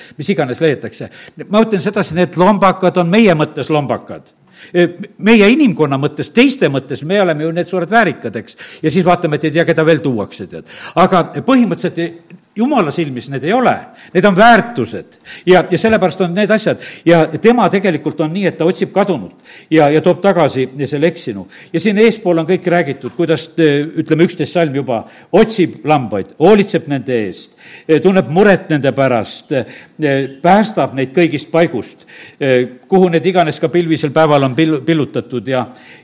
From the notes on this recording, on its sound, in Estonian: Audio salvestus koosolekult